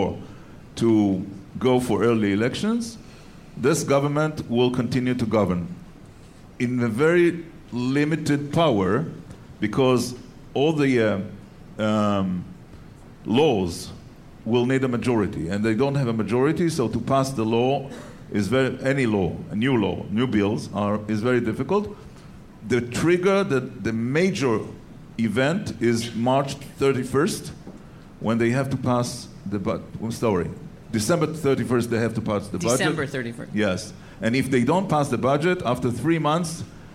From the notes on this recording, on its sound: as part of the first-ever live taping of The CJN Daily